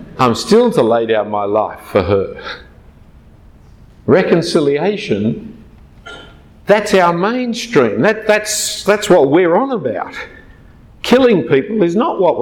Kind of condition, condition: setting, large echoing room